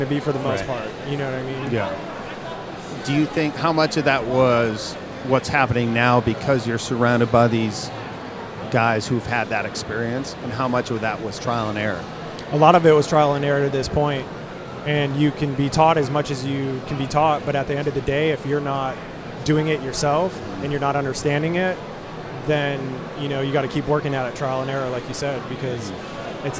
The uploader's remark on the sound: in the Sullen Clothing booth, at the 2015 Musink festival